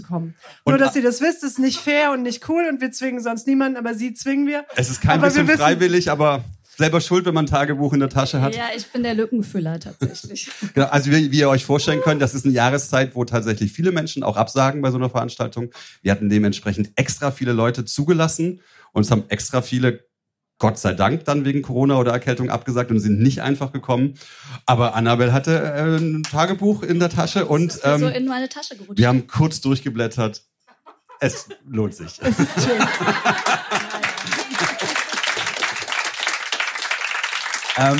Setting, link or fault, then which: setting, live audience